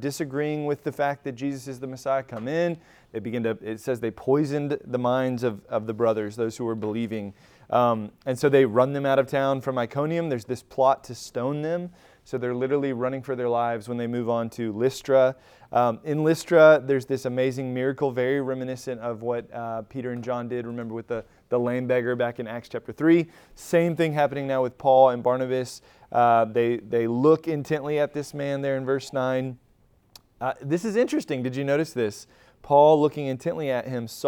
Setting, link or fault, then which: setting, large echoing room